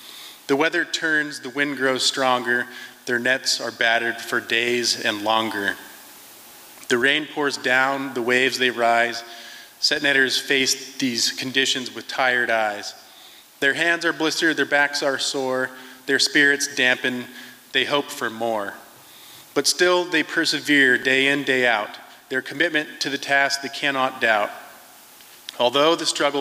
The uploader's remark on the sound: From the 2023 FisherPoets Gathering. This recording was made on Friday, February 24th, 2023, at the Liberty Theatre in Astoria, OR as part of the FisherPoetry Archive Project.